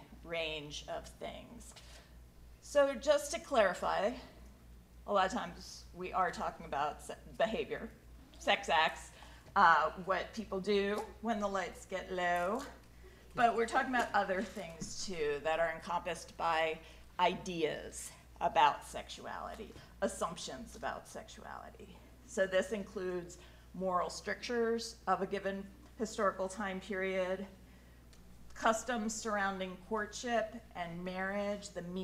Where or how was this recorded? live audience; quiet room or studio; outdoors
live audience